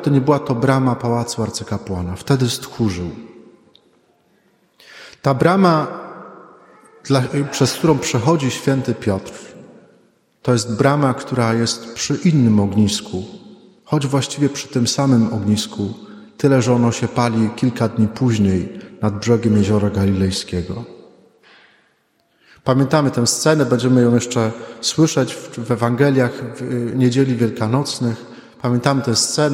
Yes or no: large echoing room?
yes